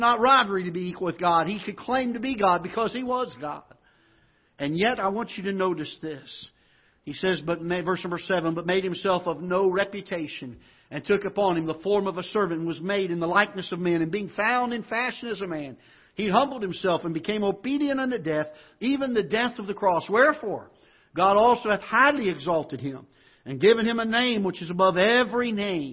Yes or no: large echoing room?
yes